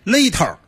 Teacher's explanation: 就是一定要把重音这个儿化音加重。对，一个是轻重音，嗯，比较明显的儿化音，像这 ter 必须得给它 ter 出去。您要是不 ter 出去，不正宗。嗯嗯。然后现在是不是有很多人在网上跟你学这个所谓的北京格力士？对，其实因为英语特别有意思，大家都会。嗯，就是说，甭管您是哪儿的人啊，这英语都学过。嗯，然后他学起来门槛就比较低。嗯，然后他就会。效仿他会觉得哎这逗我也要学一个，经常有很多老外拿着这个去学去说，嗯，确实有很多老外也在模仿，觉得很有意思，嗯，对，那咱现场来几句吧，比如一些典型的词也来教教门大家这个北京格力士是怎么发音的，这个好学吗？好学好学，嗯，我觉得比较典型就刚才那个音频里头，嗯，那 music，嗯，因为那特别有意思的是他不光念的逗，比如说人叫 music，或 listen to themusic，嗯，对吧？这几个词其实都北京英语啊。然后他更逗的是说